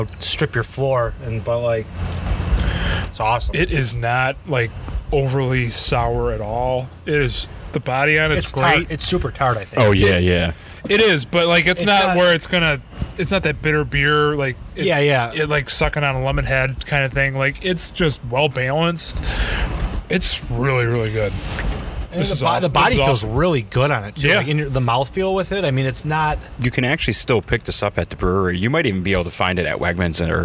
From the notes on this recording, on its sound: Our recording from Community Beer Works new space!